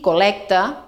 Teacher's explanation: I col·lecta també és oberta perquè les terminacions ecta, epta, ecte, epte sempre duen E oberta